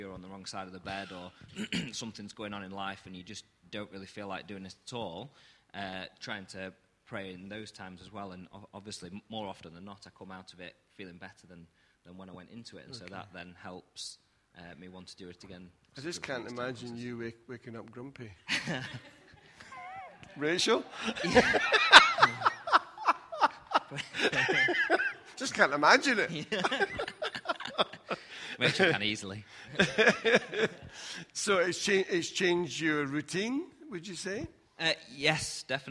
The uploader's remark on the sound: Recorded at freedomcentre church, Preston on Sunday 1st March 2020